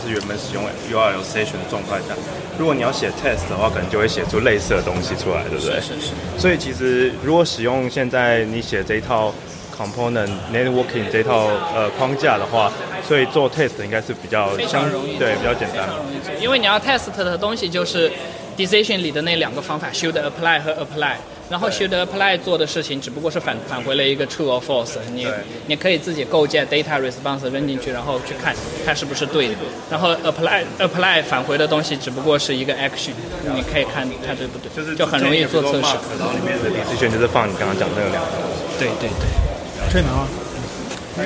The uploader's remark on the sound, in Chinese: 我們在活動現場。也是 weak self 首次「出外景」。有一小段切錯錄音模式了，所以聲音跑錯邊。